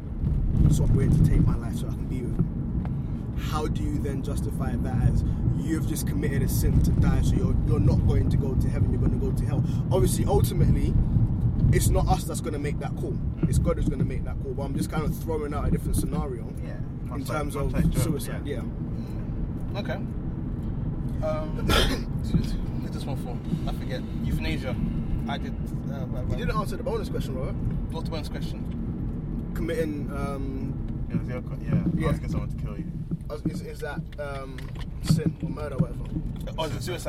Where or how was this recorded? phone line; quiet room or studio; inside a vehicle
inside a vehicle